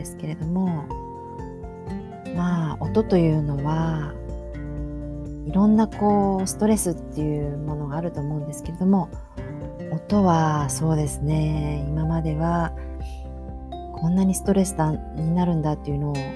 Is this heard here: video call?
no